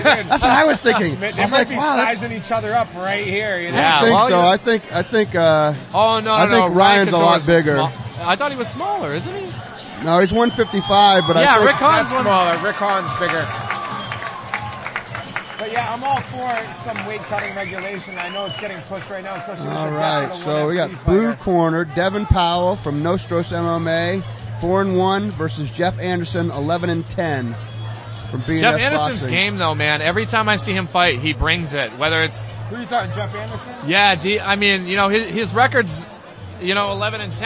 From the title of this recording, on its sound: LIVE from Combat Zone 57